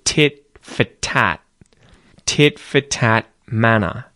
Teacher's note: However, because in both examples here of tit and tat, the word following each of them starts with a consonant sound, tit for, tat manner, you don't have to say that T at the ends of these words, and instead you can mute them. So you'll hear tit for tat manner.